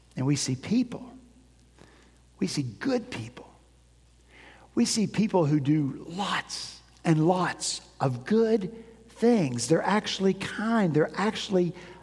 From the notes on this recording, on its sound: At Redeemer Presbyterian Church in Charleston, SC